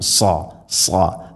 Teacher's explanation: Saad heavy ലെറ്ററാണ്, അഥവാ ഇസ്തിഇലാന്റെ അക്ഷരമാണ്, സ്വരഭാരത്തിൽ ഉച്ചരിക്കണം. സാ സാ നാവിൻ്റെ മധ്യഭാഗം അണ്ണാക്കിലേക്ക് ഉയർന്നു നിൽക്കണം.